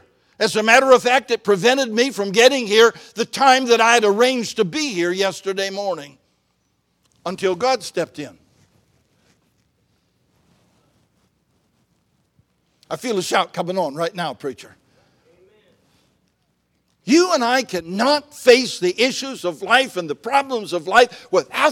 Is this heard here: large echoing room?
yes